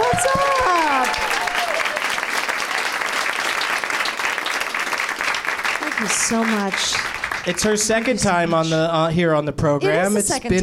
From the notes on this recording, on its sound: Live from the NerdMelt Showroom in Los Angeles